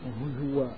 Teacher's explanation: وقرأه حفص عن عاصم هزوا بإبدال الهمزة واوا